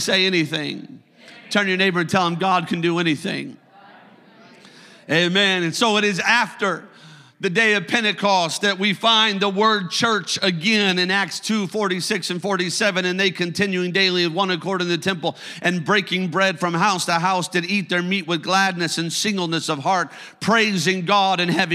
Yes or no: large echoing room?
yes